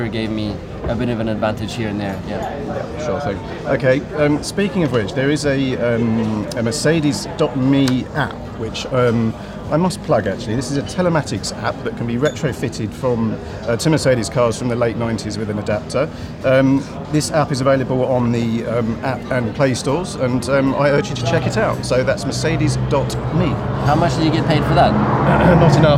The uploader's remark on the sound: at the Goodwood Festival of Speed